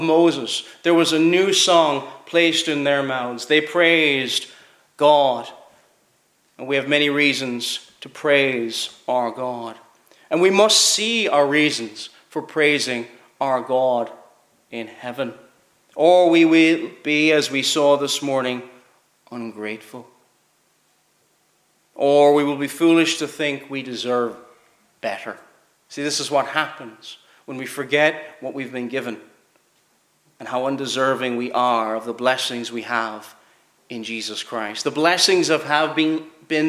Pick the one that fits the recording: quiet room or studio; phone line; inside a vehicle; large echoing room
large echoing room